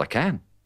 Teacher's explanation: Por último, pasemos a algunas frases breves. En las afirmativas, la vocal A de can es pronunciada de la misma forma por ingleses y americanos, usando el sonido inicial de la palabra angry.